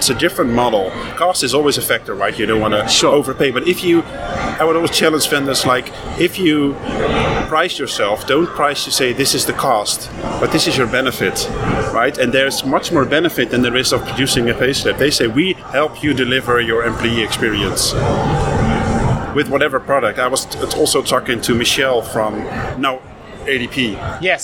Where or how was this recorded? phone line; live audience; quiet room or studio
live audience